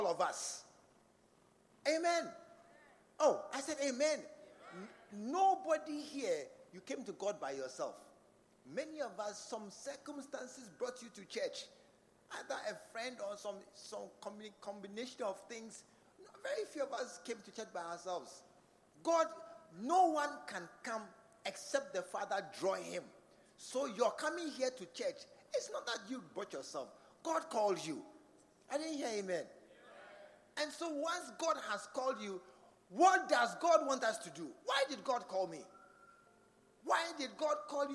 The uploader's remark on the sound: Preached at the True Vine Cathedral